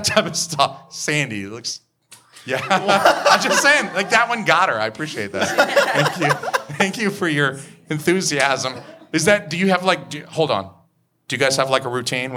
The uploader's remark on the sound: Recorded LIVE in front of a sold-out audience at Curlies Comedy Club in Rochester, NH!